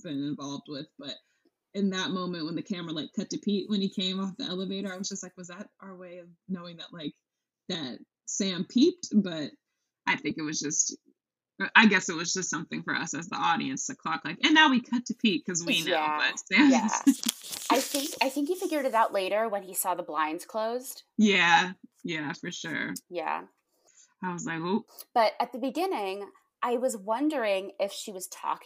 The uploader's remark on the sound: We had some audio and technical difficulties during this episode